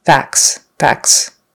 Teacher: we usually don't pronounce that T. It becomes more like an F-A-K-S sound or F-A-C-S sound.